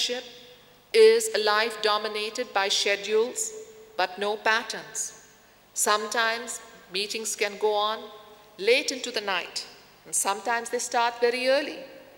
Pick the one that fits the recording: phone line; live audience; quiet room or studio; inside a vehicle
live audience